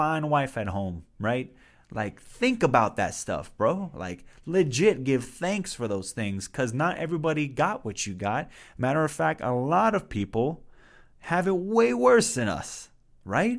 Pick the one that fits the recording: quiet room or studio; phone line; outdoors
quiet room or studio